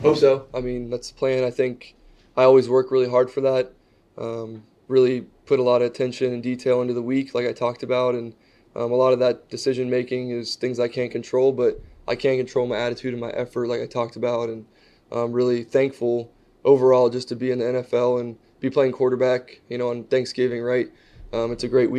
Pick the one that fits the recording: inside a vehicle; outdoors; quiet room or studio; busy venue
busy venue